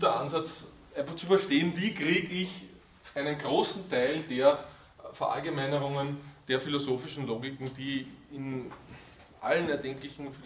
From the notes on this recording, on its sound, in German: Diese Vorlesung wurde von Studierenden aufgenommen